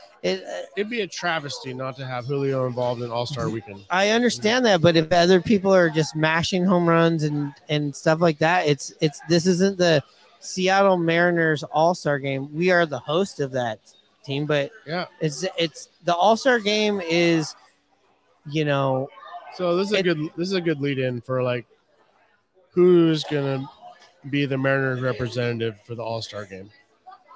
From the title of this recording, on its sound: Live from Hooverville Bar!